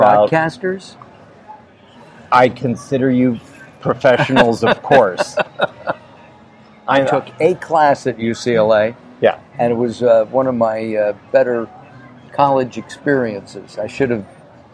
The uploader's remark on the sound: is interviewed LIVE on November 7 at the Bruin Professional Beverly Hills Chapter meeting